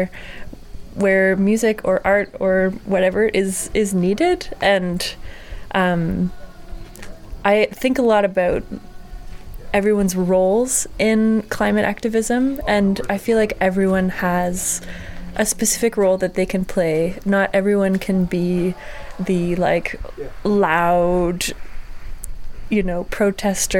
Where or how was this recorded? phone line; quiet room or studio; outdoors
outdoors